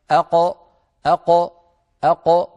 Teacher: لأن القاف تخرج من أقصى اللسان. جربوا هكذا أق أق أق، فالقاف من أقصى اللسان.